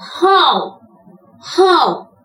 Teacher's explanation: で、最後の W のときにキュッて閉じるのね。